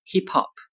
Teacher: 后面这个 h 的音呢就被前面的 p 这个音覆盖掉了 · Term: 连读